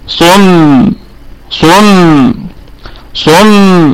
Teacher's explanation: ضمت شفتي في الصاد وانبسطت في الميم، يعني تعود الشفتين للخلف وكأنك تتبسم تبسمة خفيفة جدا